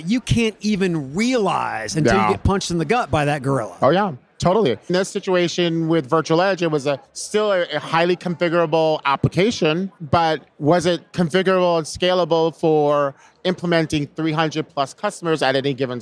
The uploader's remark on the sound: Live from UNLEASH America in the Workhuman booth